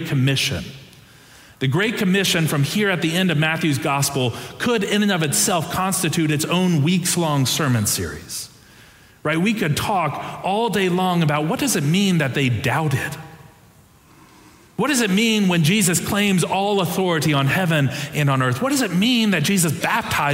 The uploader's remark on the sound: Preached on June 4, 2023 for our Sanctuary and MorningSong Worship Services.